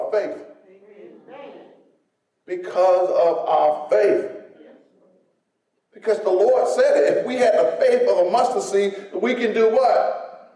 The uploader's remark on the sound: In a sermon recorded live on Sunday, January 2nd at Greater Saint Peter.